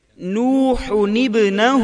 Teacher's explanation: سبق نمبر 19 نون قطنی تنوین کے بعد اگر حمزہ وصل ہو اور اس کے بعد آنے والا حرف ساکن ہو تو تنوین کے نون کو زیر دیتے ہیں، کیونکہ حمزہ وصلی درمیان میں گر جاتا ہے